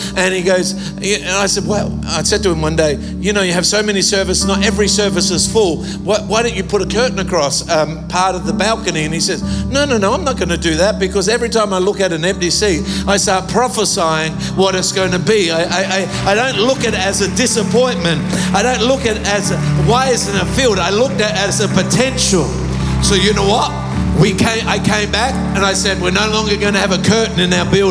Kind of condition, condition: setting, live audience